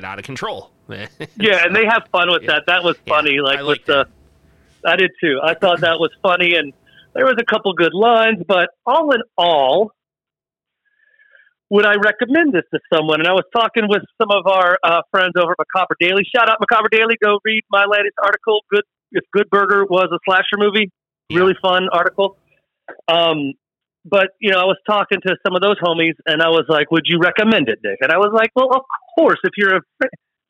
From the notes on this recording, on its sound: Test and make sure we can take phone calls. Called in from the SlashU East Campus.